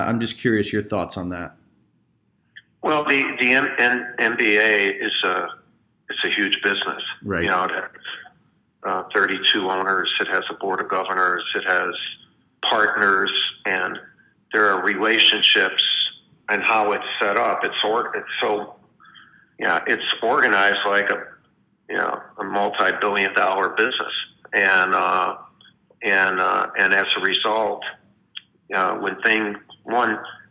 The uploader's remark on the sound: spoke over the phone